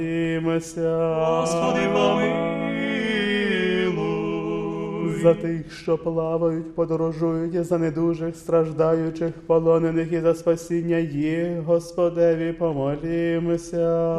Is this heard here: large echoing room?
yes